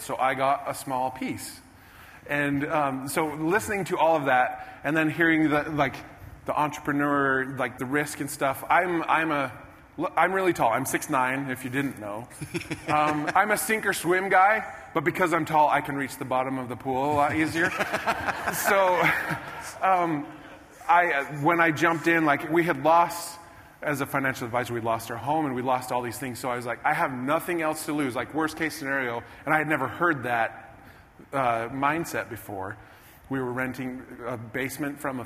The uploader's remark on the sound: Replay of a special conversation I had on stage at a Traffic Secrets event